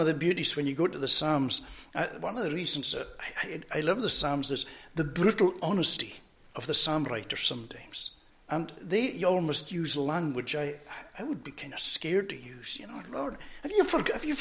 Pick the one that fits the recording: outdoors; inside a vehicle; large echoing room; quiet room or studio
large echoing room